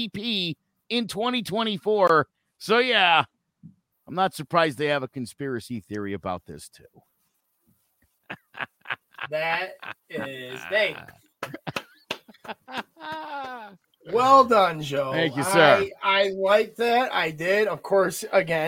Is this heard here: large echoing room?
no